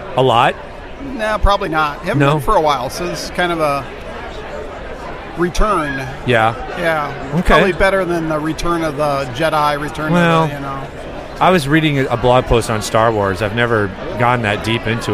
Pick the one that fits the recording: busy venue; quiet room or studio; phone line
busy venue